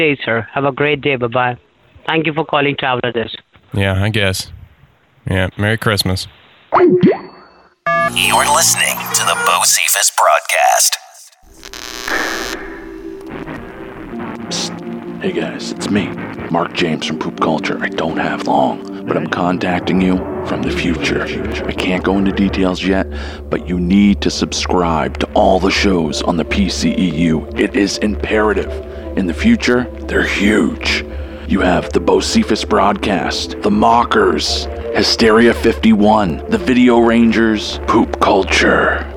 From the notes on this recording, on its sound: one-on-one with working professionals via the telephone